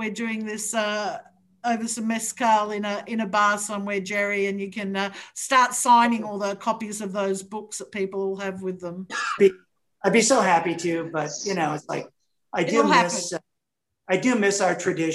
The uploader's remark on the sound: This is the audio recording of a zoom Q. There were over 200 fans online from around the world.